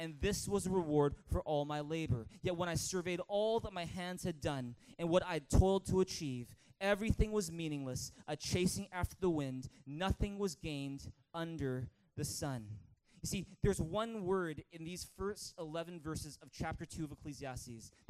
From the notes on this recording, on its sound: Recorded on November 11, 2018 at THRIVE Church Vancouver, Canada